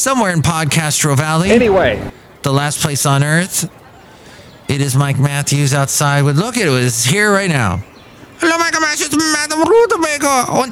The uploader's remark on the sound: podcasts live from Café Anyway